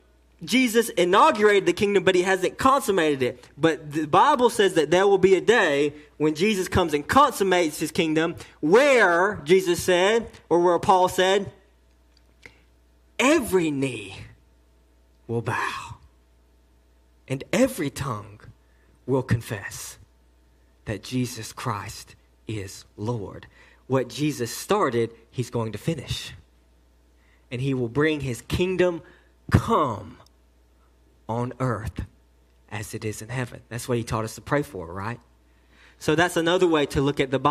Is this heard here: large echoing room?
yes